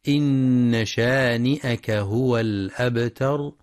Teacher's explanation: ينتبه القارئ لغنة النون المشددة في إن